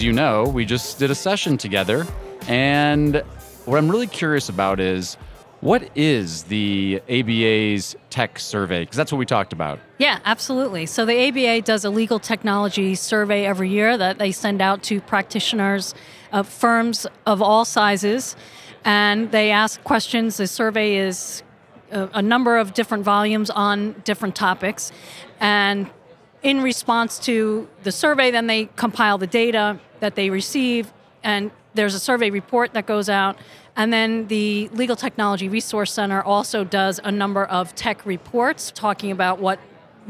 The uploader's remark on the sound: live from ABA Techshow